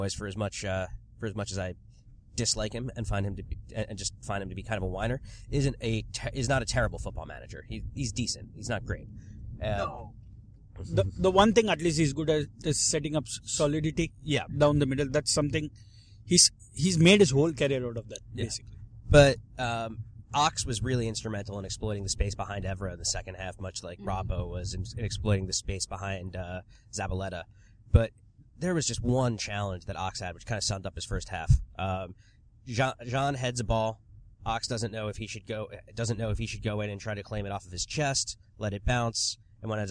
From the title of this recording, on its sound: Car Pod!